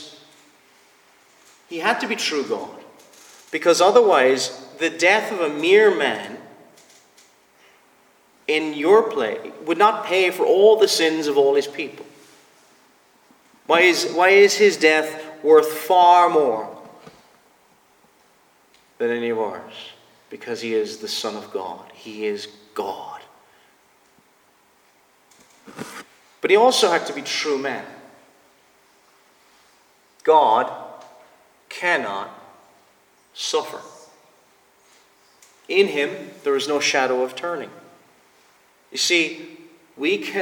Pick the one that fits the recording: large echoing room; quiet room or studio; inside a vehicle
large echoing room